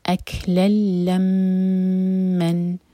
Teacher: تو یہاں خیال رکھیں لام پر بھی شدہ ہے میم پر بھی شدہ ہے، لیکن لام کو ہولڈ نہیں کیا جائے گا، لام کبھی ہولڈ نہیں کیا جاتا، لیکن میم کو ہولڈ کیا جائے گا. آپ نے میم کے ساؤنڈ کو منہ میں رکھنا ہے دو سیکنڈس، اس کے بعد اس کو اسٹریچ کریں گے. · Term: غنہ